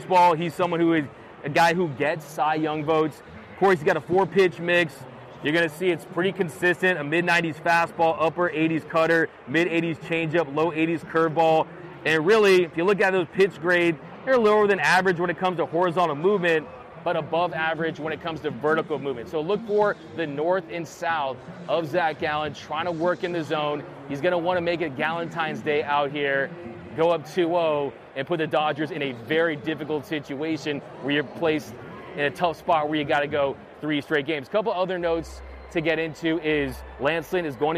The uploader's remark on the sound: Live From Dodger Stadium